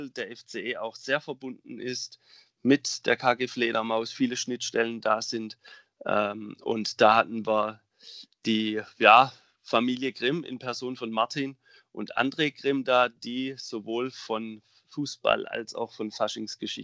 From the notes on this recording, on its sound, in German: Aufgrund der Corona-Verordnung diesmal über Skype